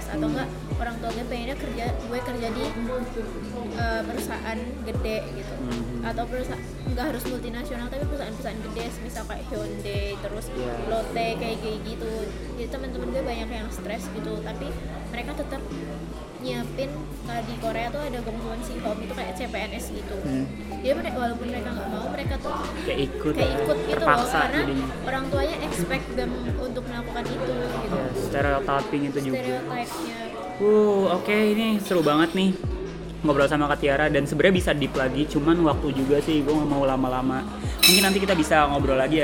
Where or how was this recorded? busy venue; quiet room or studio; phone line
busy venue